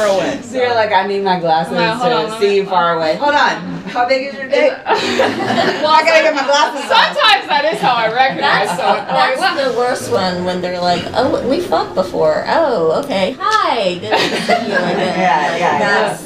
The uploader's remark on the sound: Live from Splash Mocha Atlanta. We did our first ever live audience podcast.